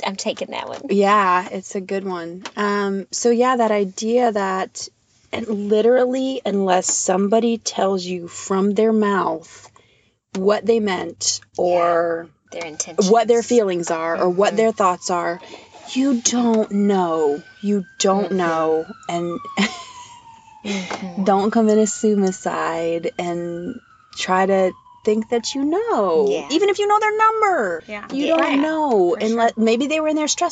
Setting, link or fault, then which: fault, background noise